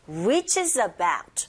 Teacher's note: reaches의 z라는 자음과 about의 어가 연결돼서 연음현상 reaches about reach는 좀 길게 자음으로 뽑아주시고 reaches about 5 tons tons가 아니라 5의 강세가 가니까 아예 가깝게 tons 이렇게 발음하시면 됩니다.